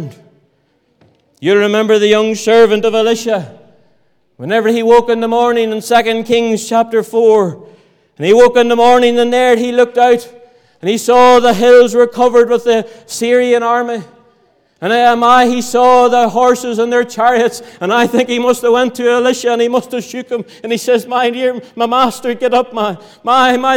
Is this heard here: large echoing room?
yes